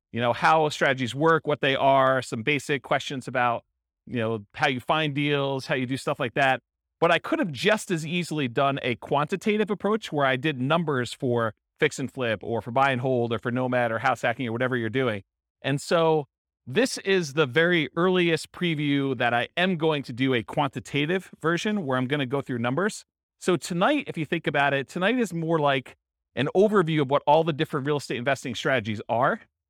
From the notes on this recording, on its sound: This was a live class recorded